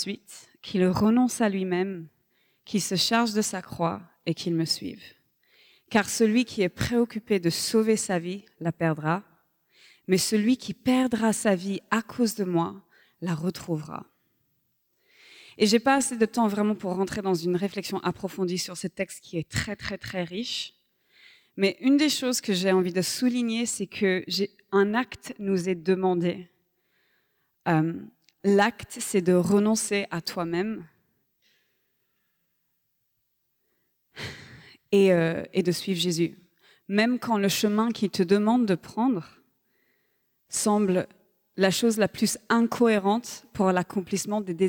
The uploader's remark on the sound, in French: Enregistré à l'église CVV, le 10/12/2023.